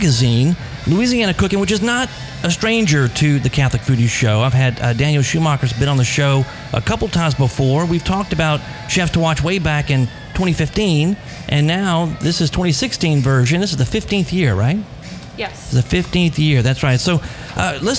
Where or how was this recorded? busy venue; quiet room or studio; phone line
busy venue